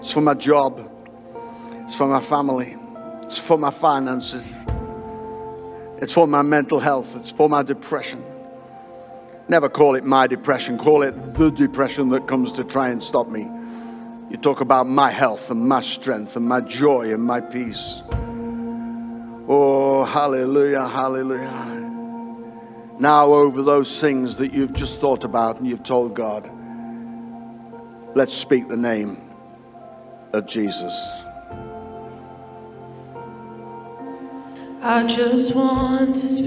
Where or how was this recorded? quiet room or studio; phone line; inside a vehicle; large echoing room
large echoing room